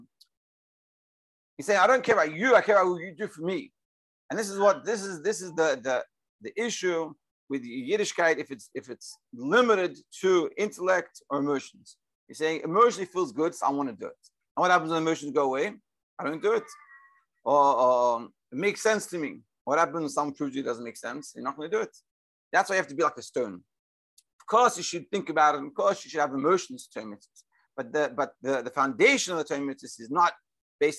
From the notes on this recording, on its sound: Daily Zoom Shiur.